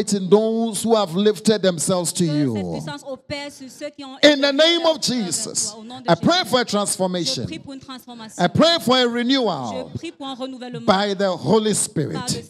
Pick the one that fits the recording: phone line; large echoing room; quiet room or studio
large echoing room